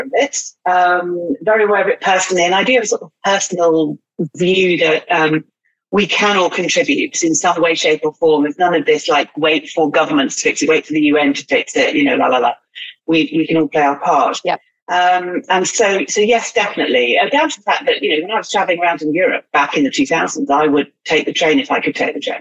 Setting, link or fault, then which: link, video call